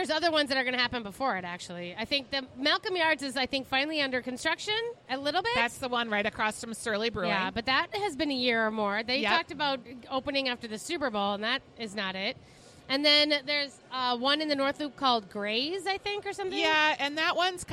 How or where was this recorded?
busy venue